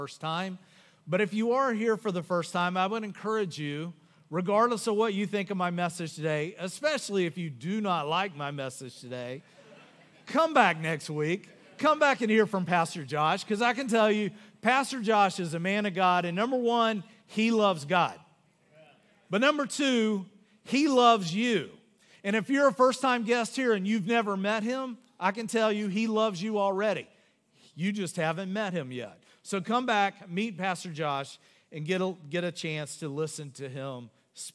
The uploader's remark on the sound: Recorded live on February 4, 2024 at Church On The Rock